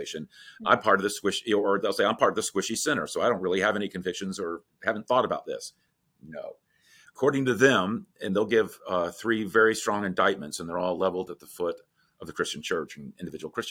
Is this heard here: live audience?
no